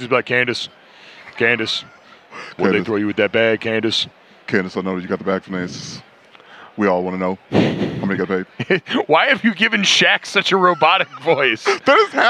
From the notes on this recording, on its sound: Radio Row Antics. Live at Radio Row!